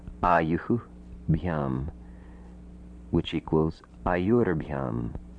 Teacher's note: Ayus becomes ayuhu bhyam, which equals ayur bhyam. Uhu becomes ur, visarga changes to ra. · Term: visarga sandhi